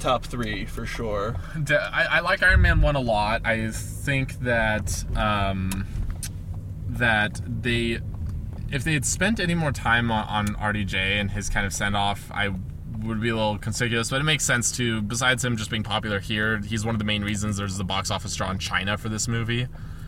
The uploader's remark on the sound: Just decided to turn on the recorder on the ride back to their hotel. On his first trip to Las Vegas.